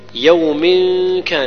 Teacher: التنوين بعده الكاف يخفى معه غنة